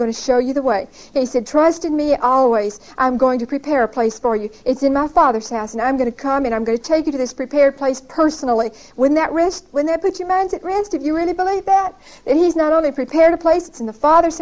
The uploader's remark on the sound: Recorded 11/4/1975 at Whitesburg Baptist Church.